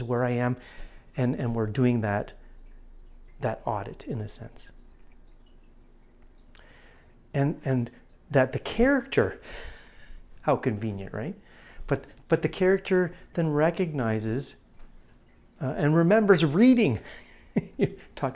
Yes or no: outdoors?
no